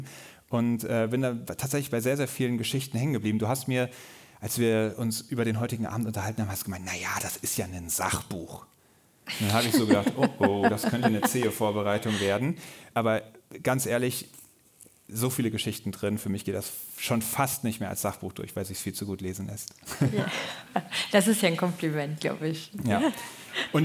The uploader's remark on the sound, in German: Die Aufnahme vom Live-Podcast. Auf der Bühne des „KFZ“ in Marburg.